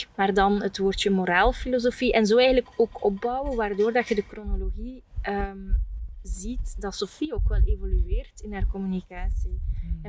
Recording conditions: wind noise